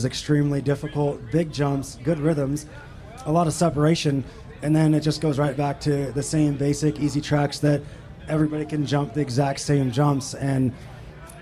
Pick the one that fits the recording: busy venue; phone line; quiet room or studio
busy venue